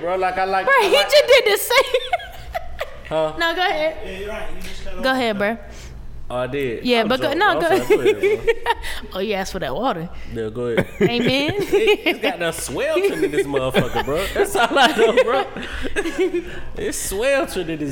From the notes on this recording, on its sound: Live at The Masquerade Atlanta on April 12th.